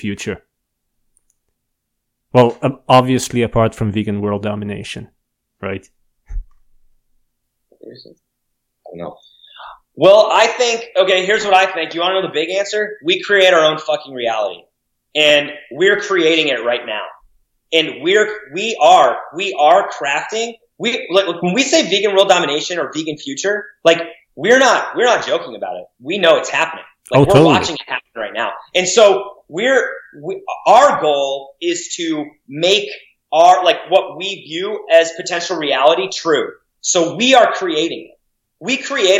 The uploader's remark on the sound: We spoke in the middle of the day, over Skype.